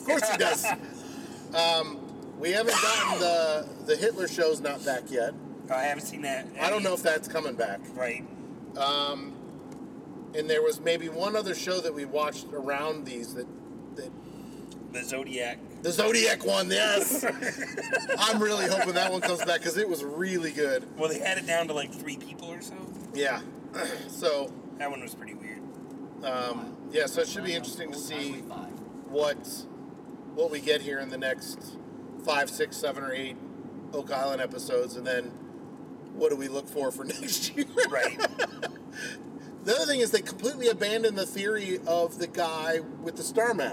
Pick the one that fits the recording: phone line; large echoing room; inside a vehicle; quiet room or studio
inside a vehicle